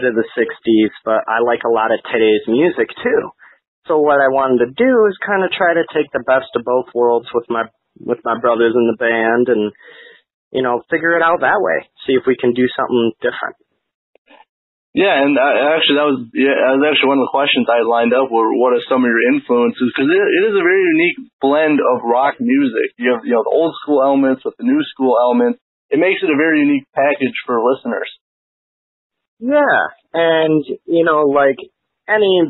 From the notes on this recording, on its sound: A phone interview with frontman and guitarist.